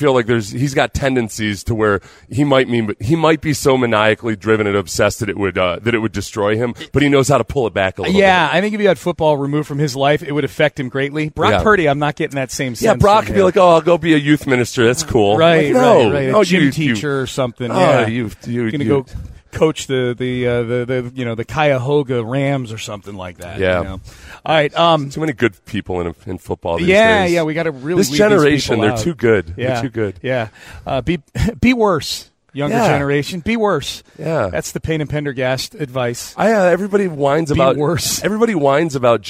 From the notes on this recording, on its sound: live in Las Vegas for Radio Row day 2